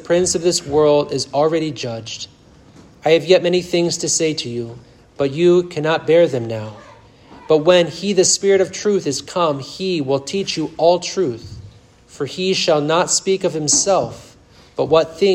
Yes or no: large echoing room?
yes